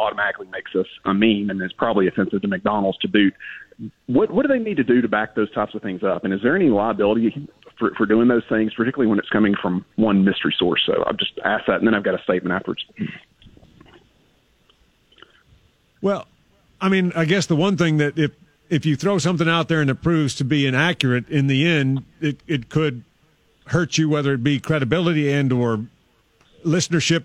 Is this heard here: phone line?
yes